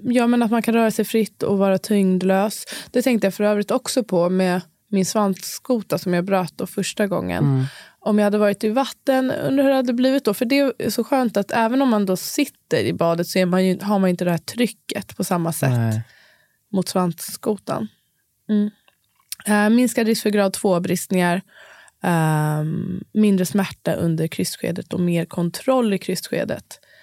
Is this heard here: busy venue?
no